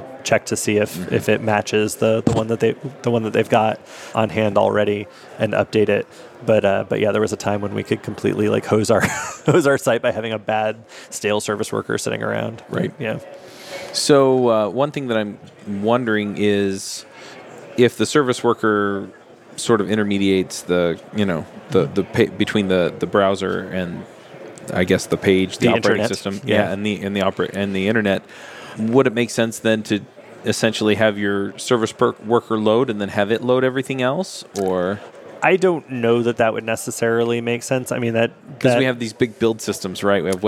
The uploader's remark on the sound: LIVE at Microsoft Ignite. This episode of JavaScript Jabber comes to you live from Microsoft Ignite.